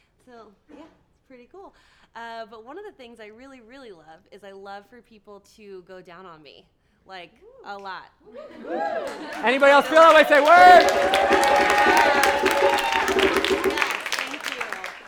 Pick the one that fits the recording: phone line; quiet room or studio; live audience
live audience